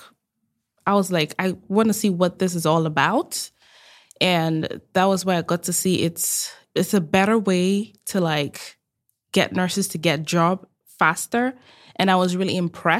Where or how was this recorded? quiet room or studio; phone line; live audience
quiet room or studio